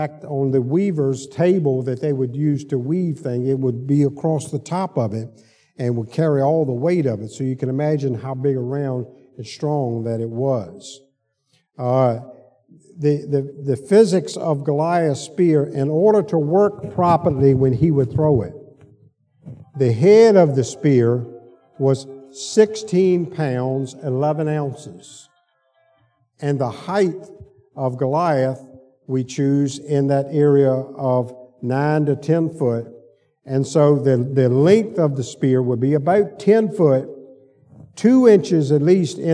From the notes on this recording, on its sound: Sunday school lecture.